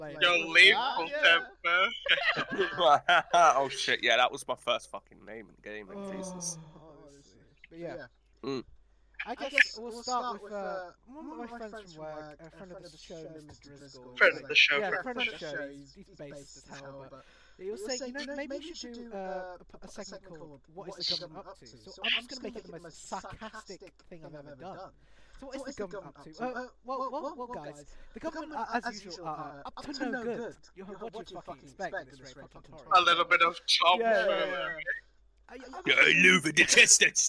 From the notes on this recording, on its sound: Apologies for the echo